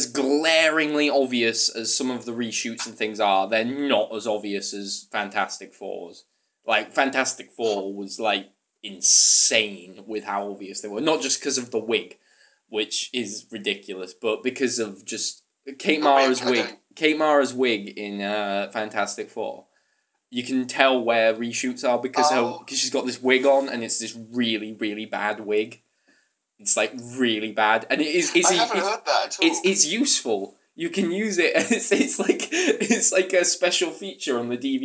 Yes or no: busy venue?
no